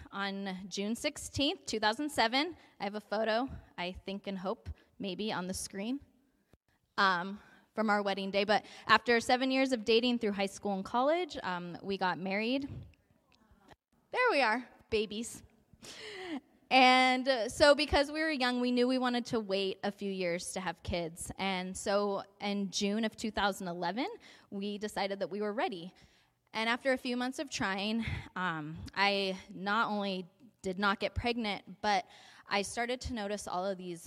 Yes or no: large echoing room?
yes